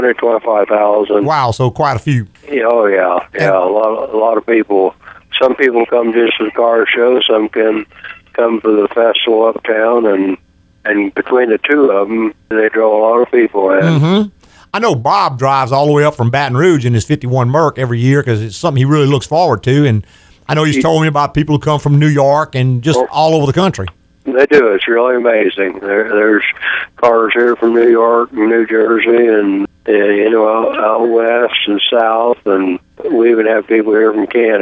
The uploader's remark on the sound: Call in from the annual James Dean run in Indiana. Answer calls from listeners in a very lively program.